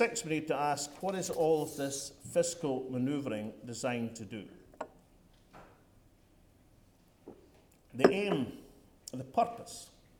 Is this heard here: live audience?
yes